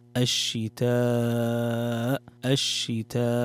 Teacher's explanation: عندنا مد متصل يمد بمقدار 4 حركات، الشتاء الشتاء.